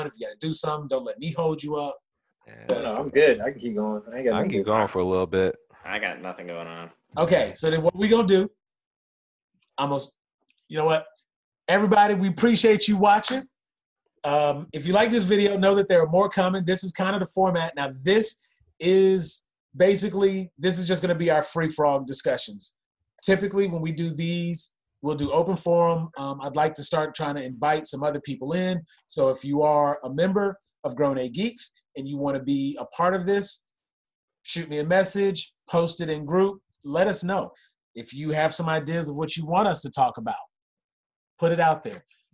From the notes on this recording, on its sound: on a Zoom call